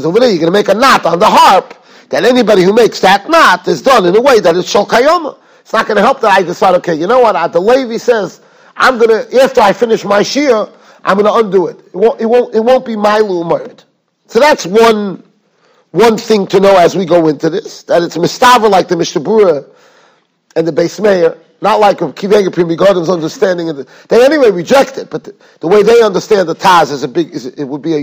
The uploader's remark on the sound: Shiur recorded in Yeshivas Ohr Reuven, Monsey, NY.